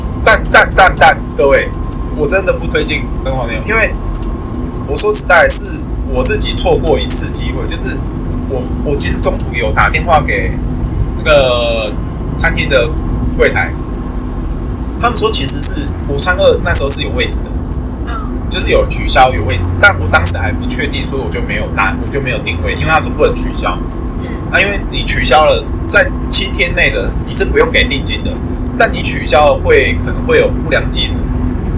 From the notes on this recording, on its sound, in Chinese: 這次在車上錄音的，所以音質很差